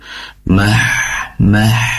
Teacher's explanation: Pastikan H ini berasal dari tenggorokan bagian tengah. Dan sifat, salah satu sifatnya adalah hamas, mengalirkan nafas, dan juga rikhwah, terdengar aliran nafas tersebut.